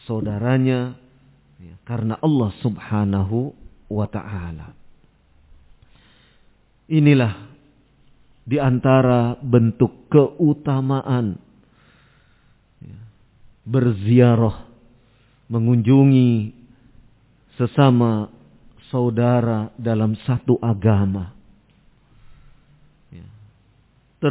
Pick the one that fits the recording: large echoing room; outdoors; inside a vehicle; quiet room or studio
large echoing room